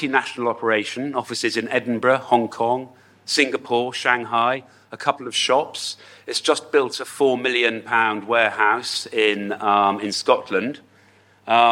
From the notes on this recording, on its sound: We present the session recordings from the wine2wine Business Forum 2023. Recorded during the Forum held in Verona in November 2023.